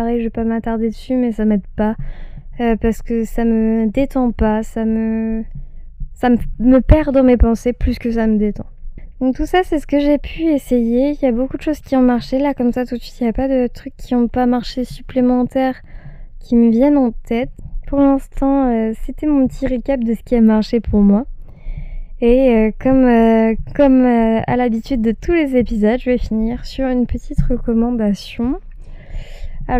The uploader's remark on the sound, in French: Désolé pour le son j'ai eu quelques problèmes avec mon micro